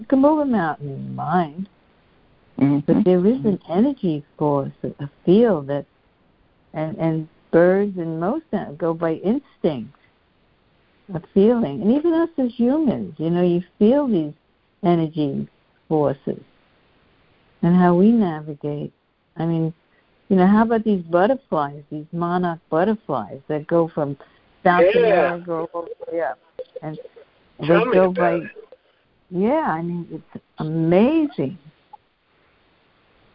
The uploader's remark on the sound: CONF CALL. Joining together on a Free Conference Call.